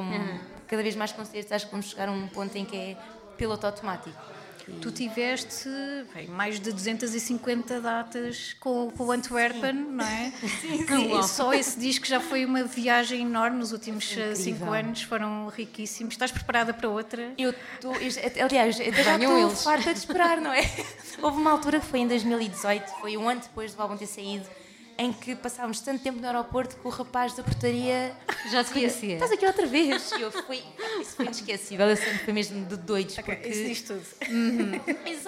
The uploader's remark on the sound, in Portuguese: para quem assistiu a tudo ao vivo